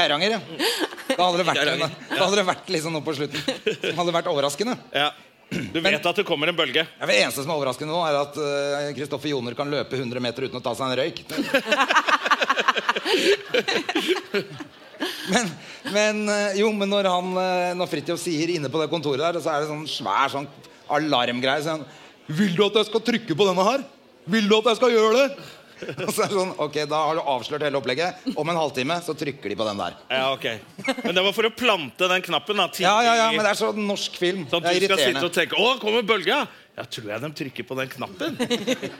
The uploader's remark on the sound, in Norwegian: LIVE fra Oslo Podfest. By Moderne Media.